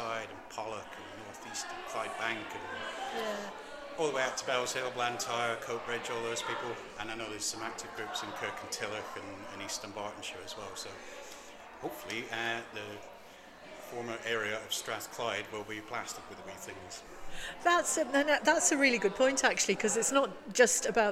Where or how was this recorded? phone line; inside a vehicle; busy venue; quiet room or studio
busy venue